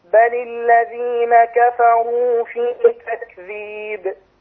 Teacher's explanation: فخم الراء في كفروا